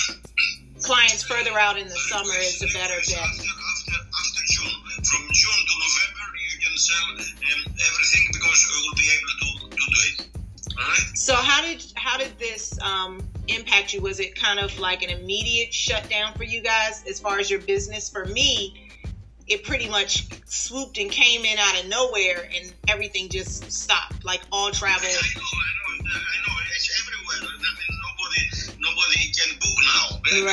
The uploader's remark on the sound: This episode is taken from a recent Facebook Live broadcast